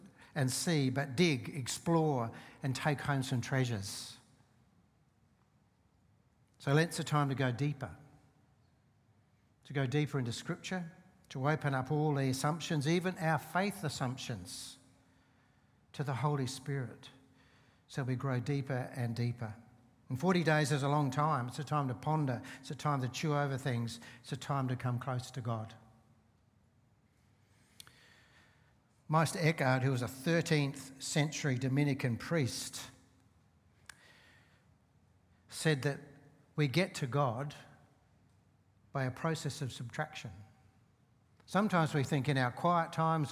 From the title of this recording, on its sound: Seeds Church Live